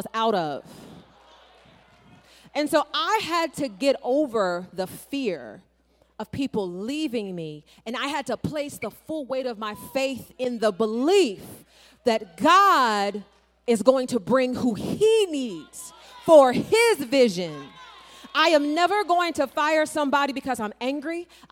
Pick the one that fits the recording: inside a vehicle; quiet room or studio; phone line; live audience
live audience